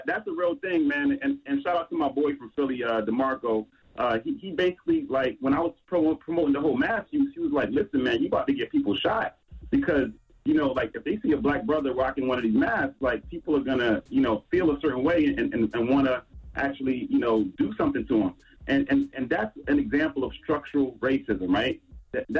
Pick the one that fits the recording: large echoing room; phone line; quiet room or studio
phone line